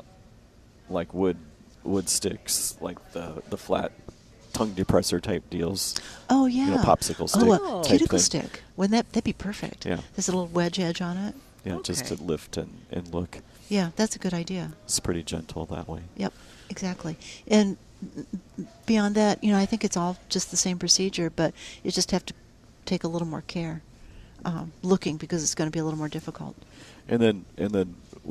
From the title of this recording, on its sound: Plant Experts Live at Prairie Gardens 9-29-18